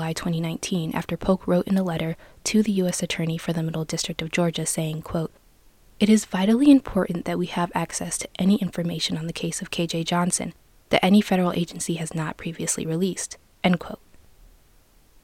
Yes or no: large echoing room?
no